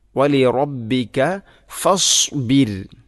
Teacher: റായിനെ തർഖീഖാണ് ചെയ്യേണ്ടത്, നേർപ്പിക്കണം